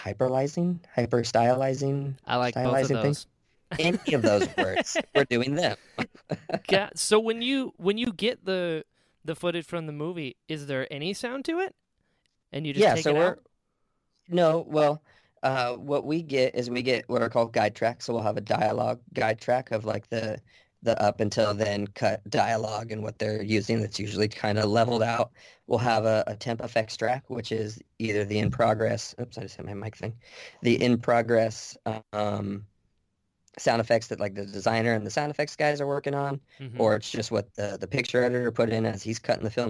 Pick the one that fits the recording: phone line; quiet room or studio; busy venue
quiet room or studio